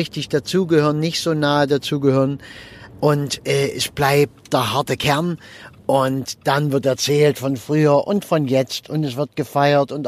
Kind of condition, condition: setting, inside a vehicle